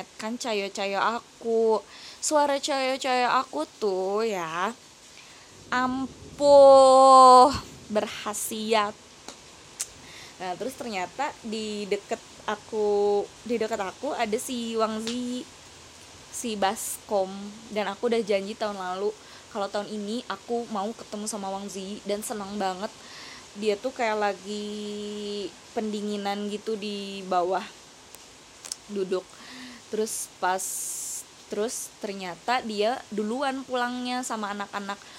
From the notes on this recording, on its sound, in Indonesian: Maaf kresek kresek itu suara hujan.